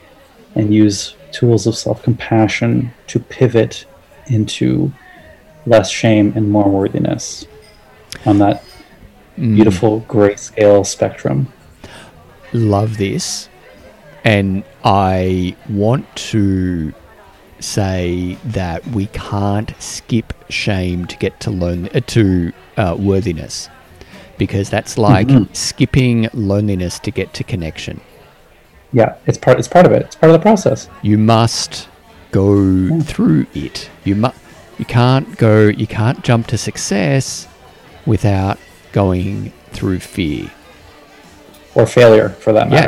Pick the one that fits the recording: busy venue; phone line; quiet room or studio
busy venue